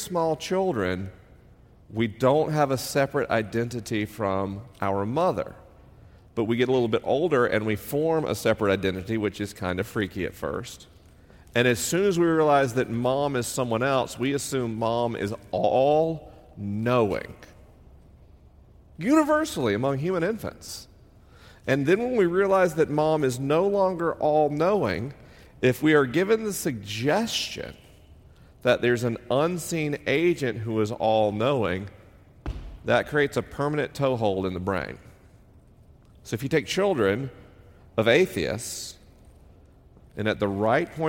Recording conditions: live audience